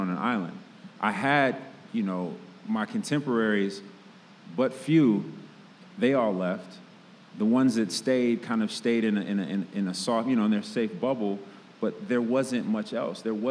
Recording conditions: live audience